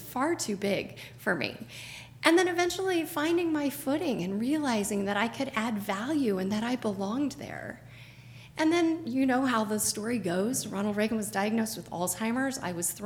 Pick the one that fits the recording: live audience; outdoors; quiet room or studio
live audience